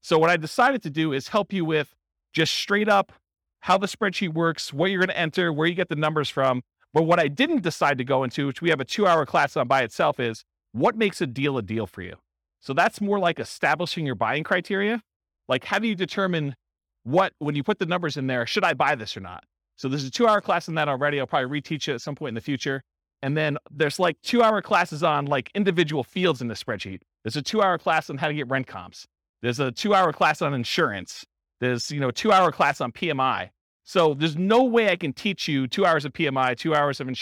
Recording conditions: live audience